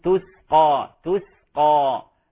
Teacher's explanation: السين ليست قلقلة وإنما هي من حروف الهمس